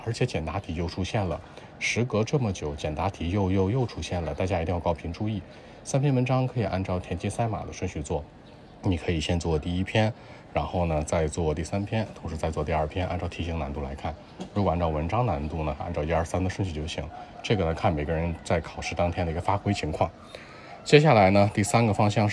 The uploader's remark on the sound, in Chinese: 考场录制/有噪音